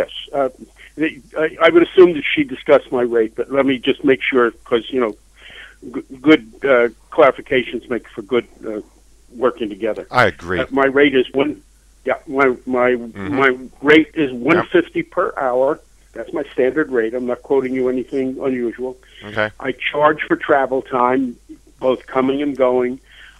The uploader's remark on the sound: makes a few special phone calls